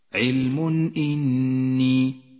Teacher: التنوين وبعده حرف الهمزة يظهر من غير غنة أو تشديد · Term: الإظهار